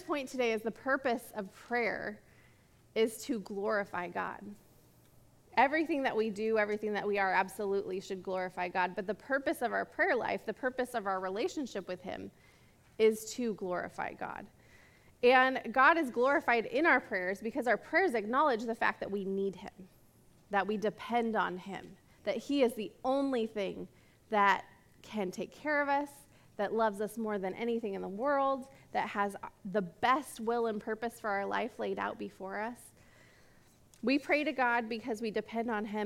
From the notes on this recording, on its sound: This message was recorded at a Sunday service.